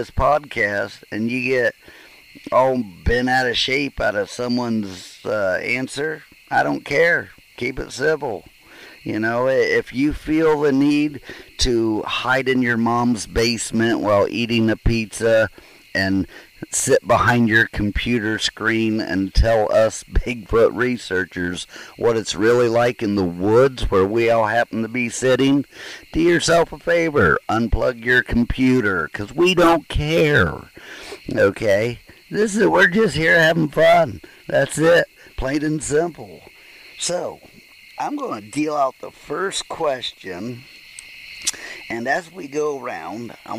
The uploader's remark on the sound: Bigfoot Campfire Roundtable.